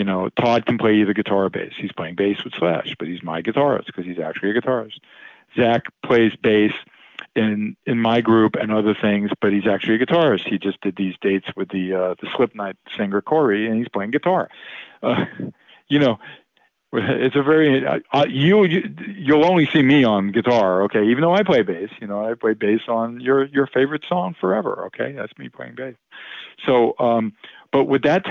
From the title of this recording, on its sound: calls into the ROCK LINE